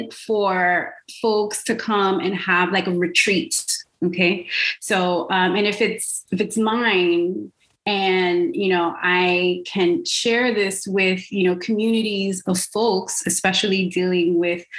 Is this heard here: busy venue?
no